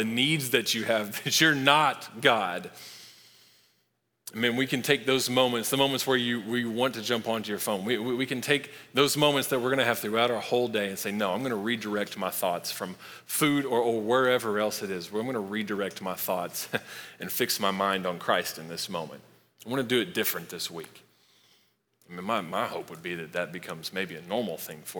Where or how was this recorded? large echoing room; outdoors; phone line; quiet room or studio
large echoing room